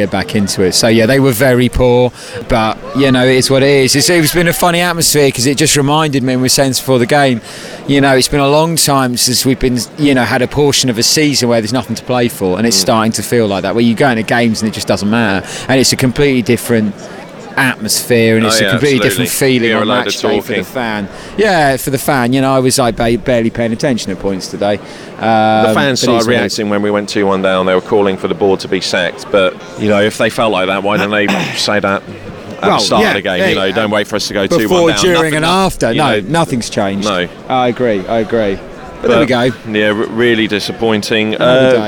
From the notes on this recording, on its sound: Live from the Blackburn game.